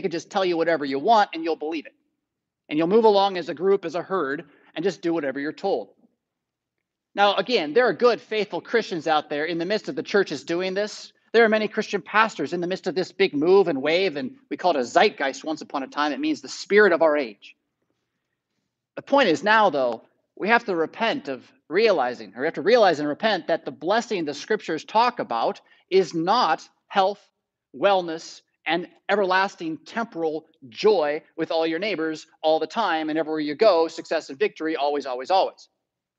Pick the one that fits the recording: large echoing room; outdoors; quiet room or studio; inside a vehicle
large echoing room